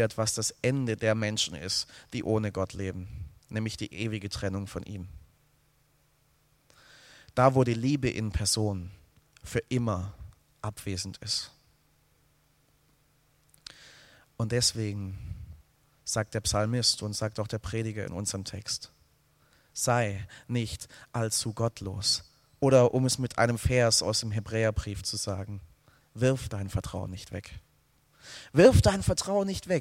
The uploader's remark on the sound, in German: aus dem Gottesdienst der Liebenzeller Mission